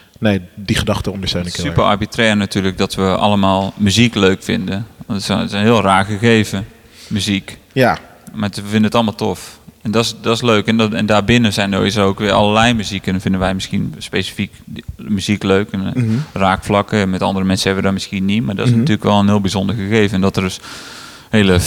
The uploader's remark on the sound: During the Echobox live radio broadcast at Dekmantel Festival 2022.